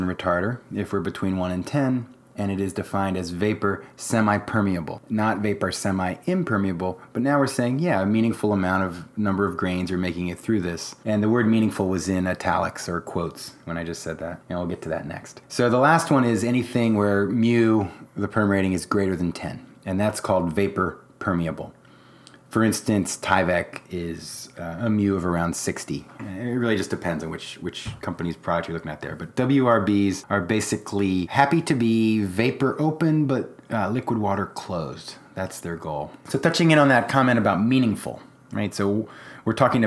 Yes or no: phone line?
no